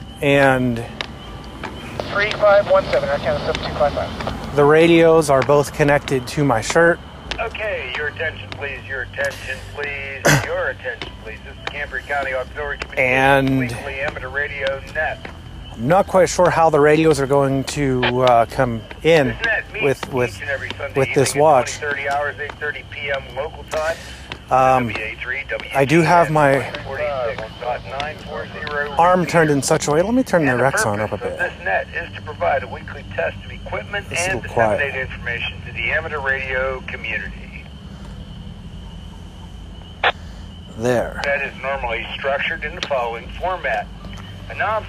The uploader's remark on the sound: An evening walk. I'm usually out walking in this podcast as strange as that is. This is heard on 146.940 repeater.